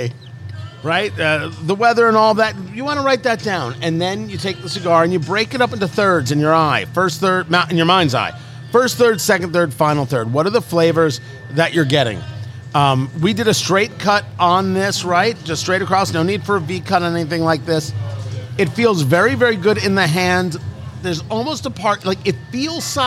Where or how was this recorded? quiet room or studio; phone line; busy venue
busy venue